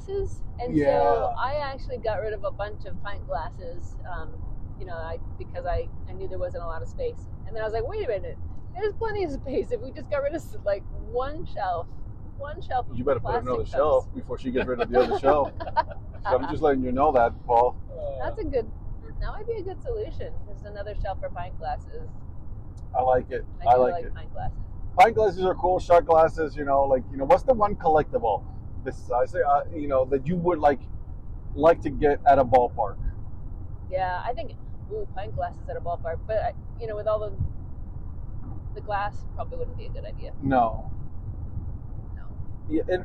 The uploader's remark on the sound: This episode took place while driving from Ft. Collins CO to Omaha NE.